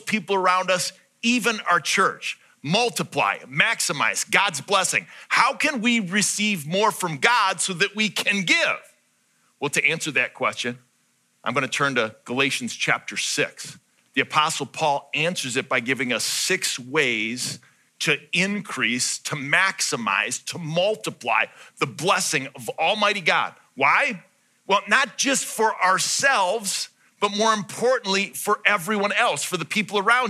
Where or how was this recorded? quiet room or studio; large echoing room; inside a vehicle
large echoing room